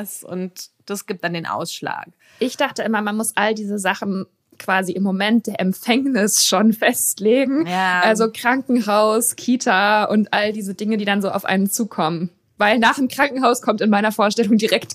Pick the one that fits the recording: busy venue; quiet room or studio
quiet room or studio